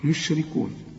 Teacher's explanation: أرجوك طلع لي الراء مكسورة ومرققة